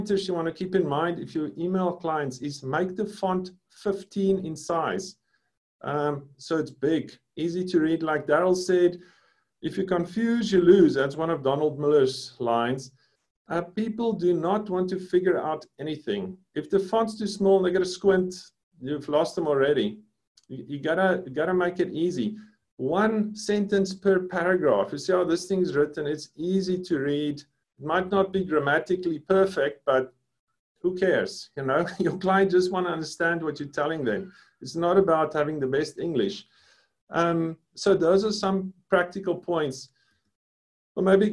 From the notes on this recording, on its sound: Breakthru Business Forum ZOOM Meeting